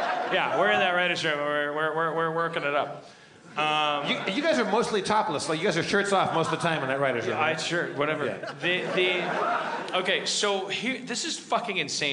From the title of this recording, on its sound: LIVE at The Gramercy, NY Comedy Festival 2015: Night 1